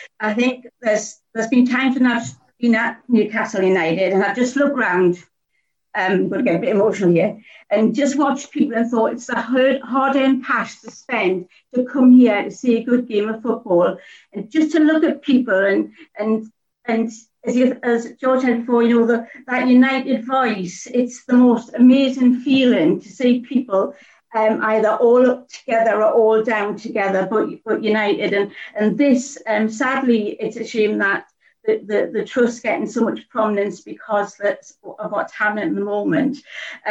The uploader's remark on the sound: NUST Live Zoom Event. The Newcastle United Supporters Trust hosted an online zoom call with 500 members.